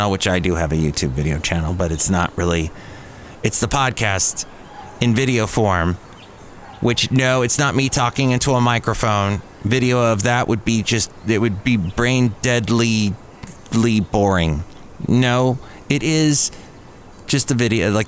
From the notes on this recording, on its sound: podcasts live from Café Anyway